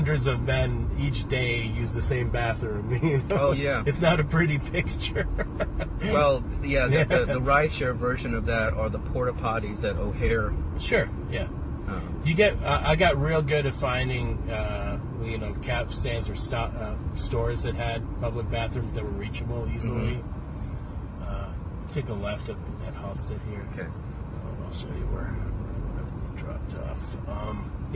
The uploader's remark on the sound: We recorded this while I drove him around the south side of the city.